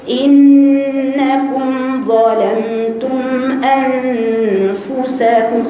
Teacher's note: يبقى هنقرأها لقومه يا قومي إنكم، إنكم الهمزة مكسورة خلي بالك، والنون غنة مشددة، يبقى فيها غنة ليها زمن دايما بناكلها بنجري عليها، بنقول إنكم، بنجيب الجزء اللساني مخرج النون، ما جيبش الجزء الخيشومي، زمان حركتين.